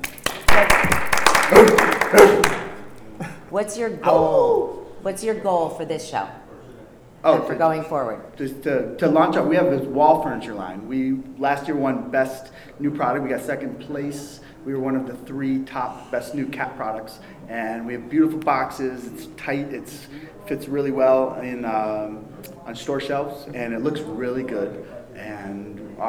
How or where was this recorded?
busy venue